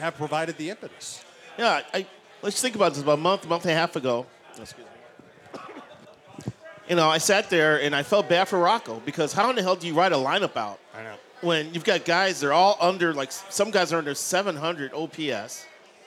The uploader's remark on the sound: Live at O'Donovan's near Target Field